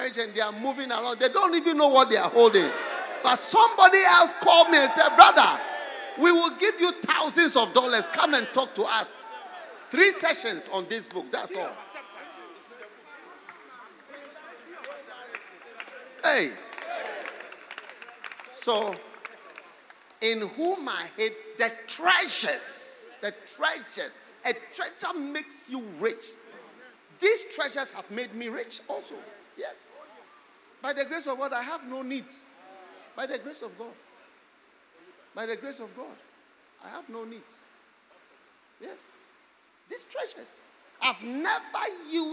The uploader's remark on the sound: Preached at The Anagkazo Alumni Homecoming 2023. Anagkazo Campus, Mampong.